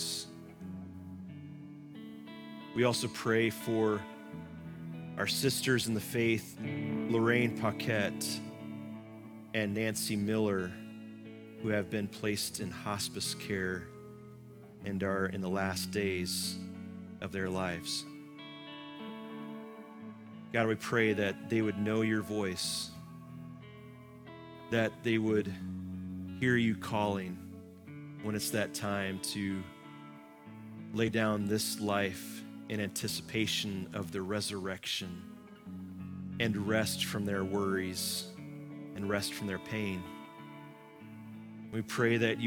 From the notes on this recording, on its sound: Live from our Celebration Ministry Center